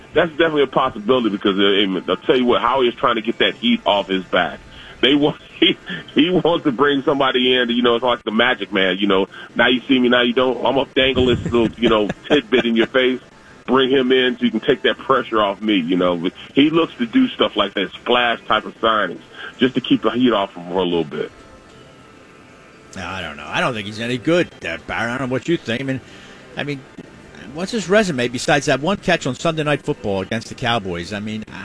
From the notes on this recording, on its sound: LIVE from the Parx Casino Sportsbook